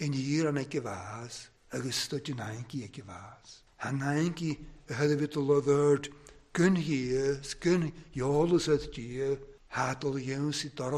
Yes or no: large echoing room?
yes